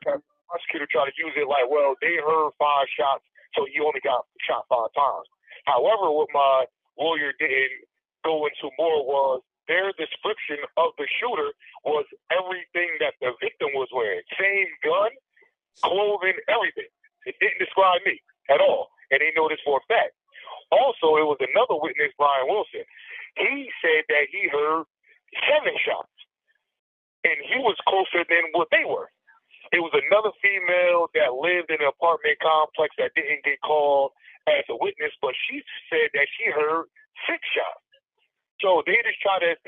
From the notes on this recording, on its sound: He joins us via phone from inside New Jersey State, Maximum Security Prison in Trenton, N.J.